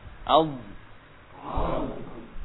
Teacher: Kalau kita sukun dia muncul sifat khususnya, yaitu istitolah ya. Istitolah itu suaranya memanjang dari belakang ke depan. Al. Jadi gak langsung mati at, gak seperti itu.